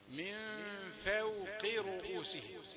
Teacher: رقق الفاء لترقق الواو بعدها، من فوق الفاء مرققة والواو مرققة والقاف مفخمة في آخر درجات التفخيم